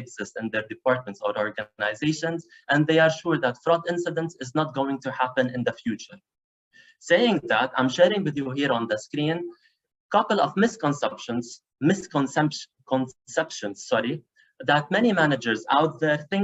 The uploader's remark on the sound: Live Webinar